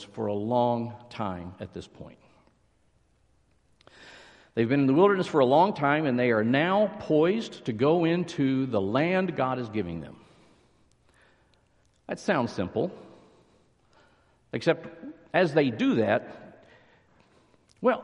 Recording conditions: large echoing room